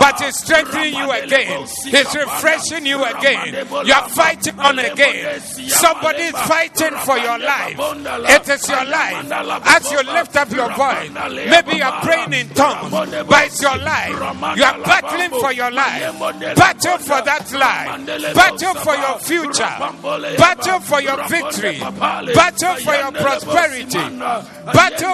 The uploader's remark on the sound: Preached at the Zeloo Service